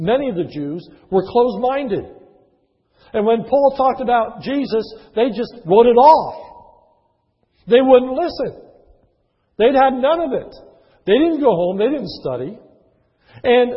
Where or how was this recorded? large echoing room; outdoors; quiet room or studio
large echoing room